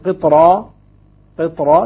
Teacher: أيضا مثل قطرة، قطرة تبقى الراء مفخمة ولا ترقق بسبب الطاء